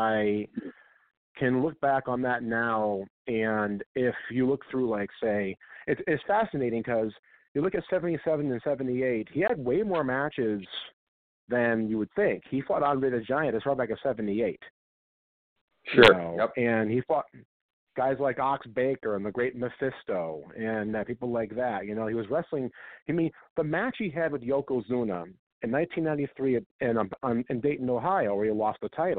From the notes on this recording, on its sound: we take your calls LIVE on the air